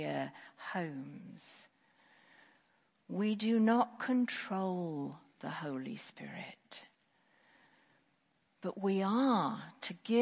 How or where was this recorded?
large echoing room